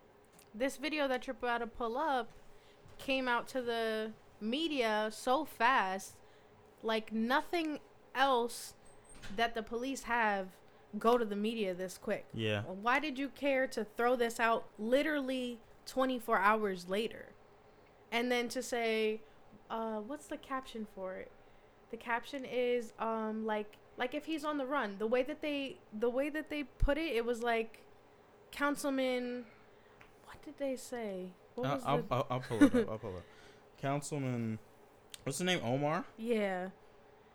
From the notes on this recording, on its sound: This episode is a complete mess. People turning away from the mic, people jumping in talking, and partying in the background.